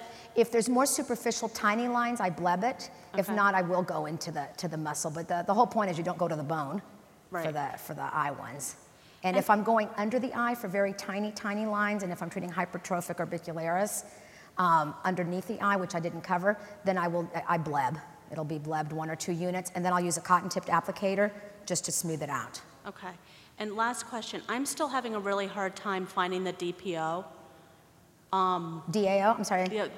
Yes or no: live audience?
yes